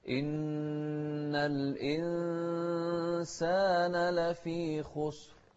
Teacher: الإنسان نون ساكنة بعدها سين، إن الإنسان لفي خسر، والخاء مفخمة، والراء هني المتطرفة أيضا مفخمة ساكنة بس قبلها ساكن وقبل الساكن مضموم · شوف الإخفاء هني في الإنسان، الإنسان نون ساكنة بعدها سين، إن الإنسان لفي خسر، والخاء مفخمة، والراء هني المتطرفة أيضا